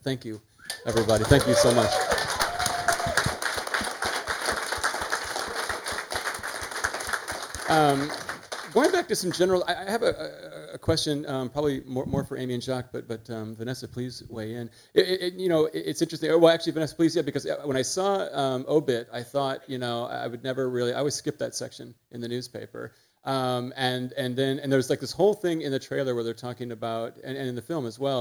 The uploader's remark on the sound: Live from Symphony Space in Manhattan.